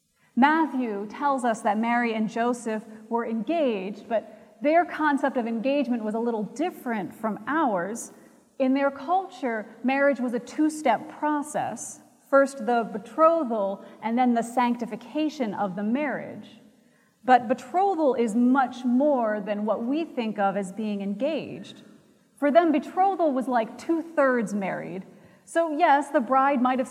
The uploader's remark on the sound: Recorded January 31, 2017 at Trinity Presbyterian Church in Bixby, Oklahoma.